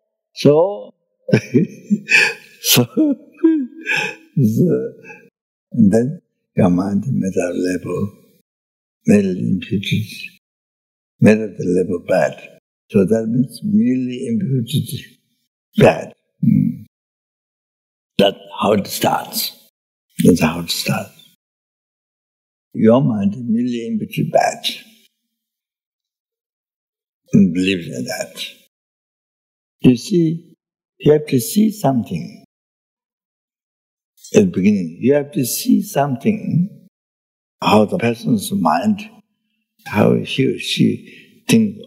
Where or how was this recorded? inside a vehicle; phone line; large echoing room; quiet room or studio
large echoing room